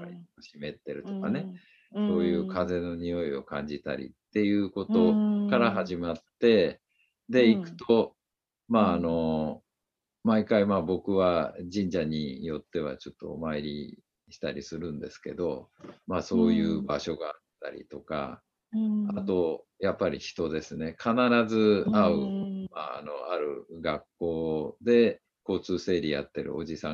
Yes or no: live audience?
no